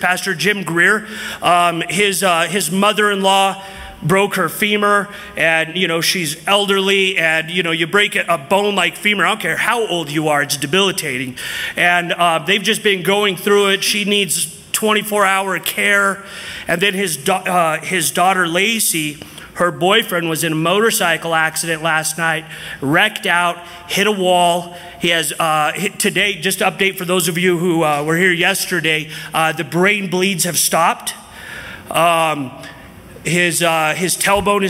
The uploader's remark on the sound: from the 2023 Southwest Men's Conference